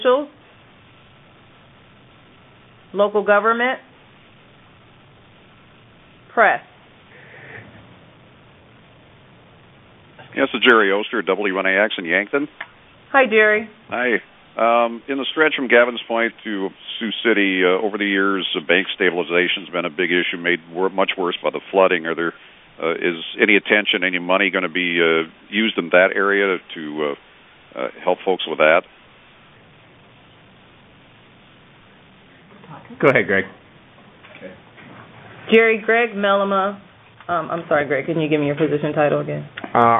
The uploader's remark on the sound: Twice monthly conference calls